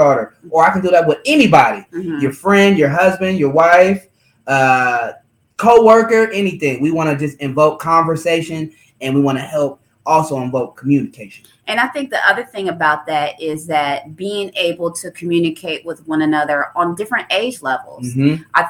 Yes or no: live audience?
no